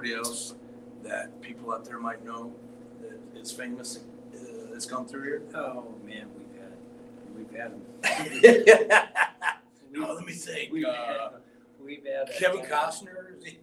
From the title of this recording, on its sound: LIVE FROM THE NORTH DAKOTA COWBOY HALL OF FAME